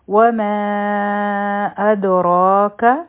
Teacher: را به غټه وایو، ځکه چې په دې فتحه ده، او دا به دوه حرکه راکاږو هم، او کاف با یو حرکه وایو.